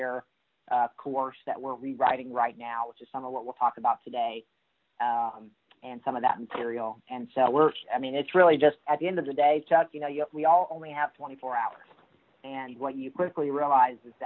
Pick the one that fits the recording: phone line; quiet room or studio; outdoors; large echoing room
phone line